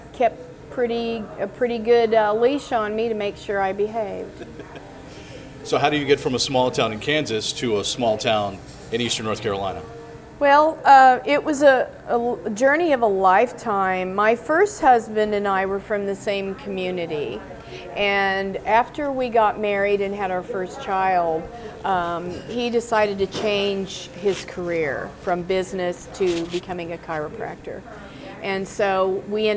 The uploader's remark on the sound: Visits Café Madeleine to chat with owner.